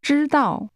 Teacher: pronounced with a high level followed by a falling tone